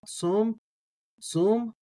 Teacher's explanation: You can do like a mix between an O and a U there if you want · Term: holem vav